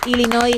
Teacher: Así que Illinois y la S. Así que, sin pronunciar la S final, Illinois